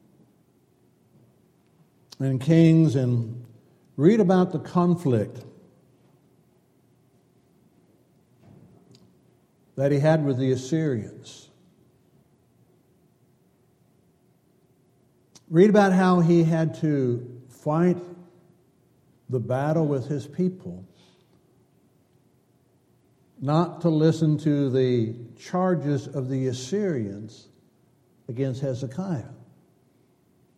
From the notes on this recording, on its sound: Downtown Church Of Christ Audio Sermon.